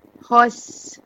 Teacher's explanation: الخاء هنا مفخمة والسين مرققة وفيها زمن الرخاوة